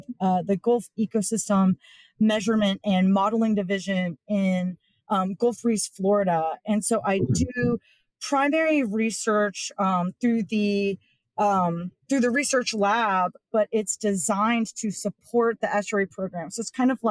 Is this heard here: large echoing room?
no